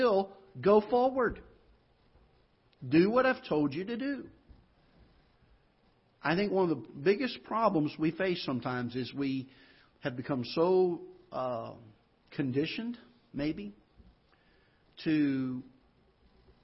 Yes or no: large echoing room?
yes